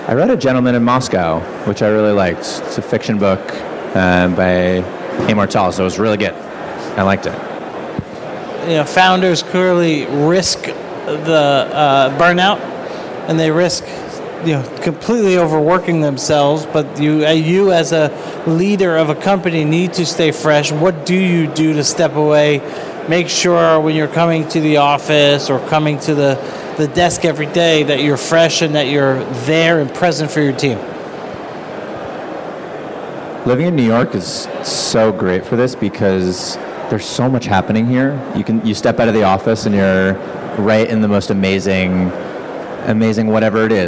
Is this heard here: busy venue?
yes